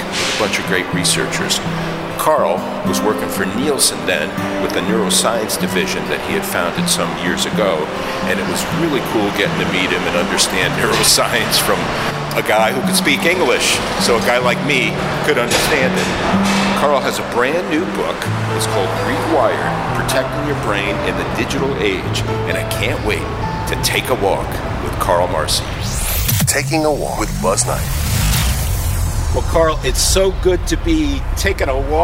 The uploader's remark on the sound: Takin A Walk in the Public Garden in Boston